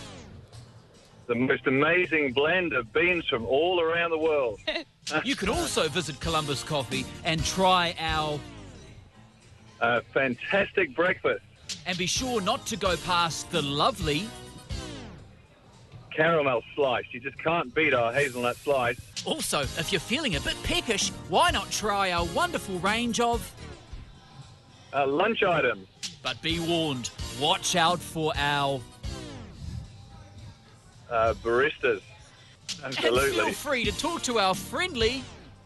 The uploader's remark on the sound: JBS are live at the finish